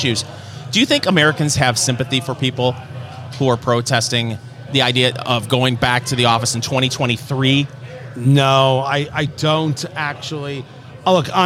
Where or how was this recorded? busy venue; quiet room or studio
busy venue